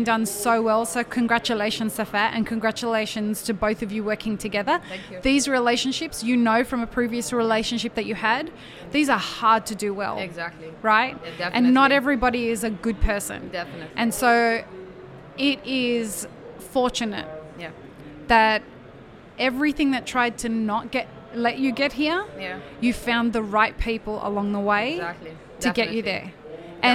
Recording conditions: busy venue